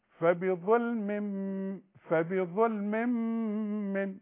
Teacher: طيب واذا وصلت فبظلم كسرتين والكسرتين بيدوني تنوين. طب وتنوين وبعده ميم يبقى ادغام كامل بغنة